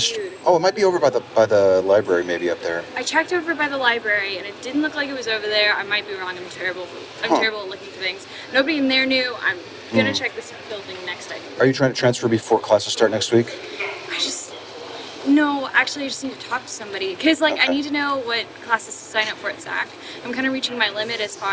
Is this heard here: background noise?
yes